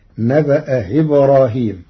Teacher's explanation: قرأ ورش كلمتي نبأ إبراهيم بتسهيل الهمزة الثانية بين بين فتصير نبأ إبراهيم.